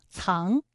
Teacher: 还有藏也是后鼻音，韵母是昂